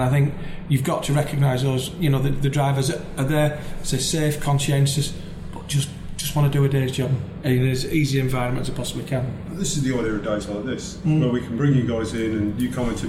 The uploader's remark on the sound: Was joined by 5 guests on this very special Scania edition of the Truck & Driver podcast. This episode was recorded live in Milton Keynes at the press demonstration of Scania's new ‘Super’ range.